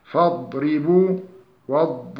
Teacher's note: عند نطقه للضاد أن اللسان ينطبق على الحنك الأعلى بالتجريد من الأمام إلى الخلف، ويتخافت معه الصوت باقيا جريانه ما بين حركة ونصف إلى حركة وثلاثة أرباع. · Term: الاستطالة